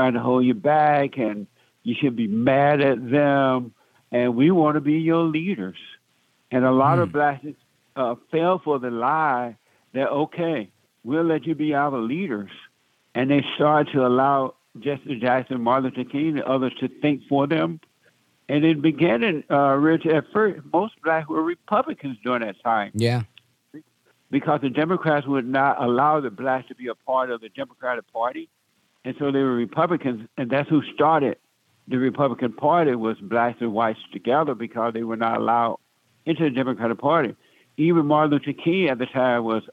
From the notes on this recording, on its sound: we take your calls in open phones across America